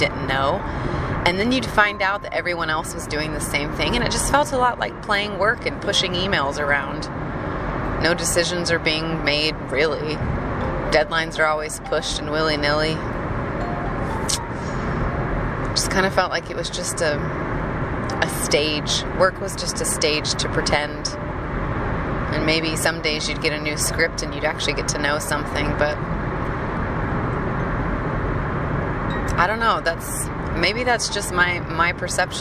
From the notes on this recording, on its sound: Hopefully the road noise isn't too distracting.